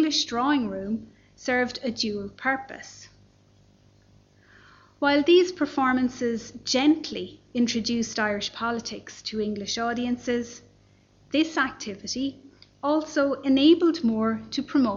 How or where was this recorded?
large echoing room